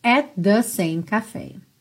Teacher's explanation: At the só soa um T.